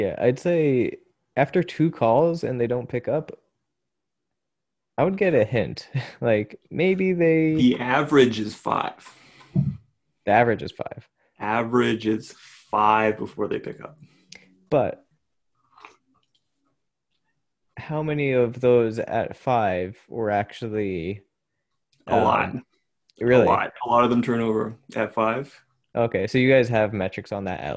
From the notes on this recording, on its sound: Zoom call.